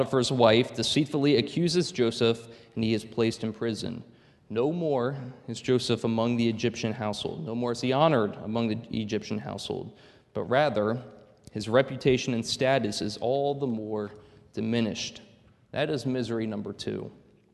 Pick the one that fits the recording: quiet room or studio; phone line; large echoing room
large echoing room